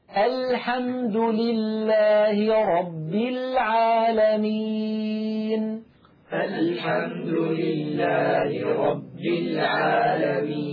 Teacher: اللام من أدنى حافة اللسان إلى منتهى حافة اللسان من الجهتين. لو لاحظتم هكذا على الشاشة، هذه المنطقة كلها تشارك في حرف اللام، فنقول الكاميرا هذه المنطقة فقط هي التي تقرع ما يحاذيها من غال الحنك الأعلى، بينما الحافتين اللتين كان يخرج منهما حرف الضاد الآن لا ينطبقان على شيء.